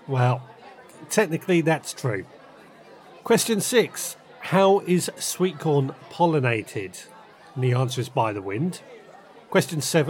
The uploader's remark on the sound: The Friday night veg gardening pub quiz. Birds tweet Pub noise begins in the background.